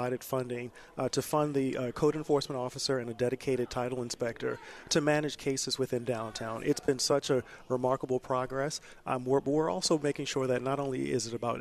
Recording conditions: busy venue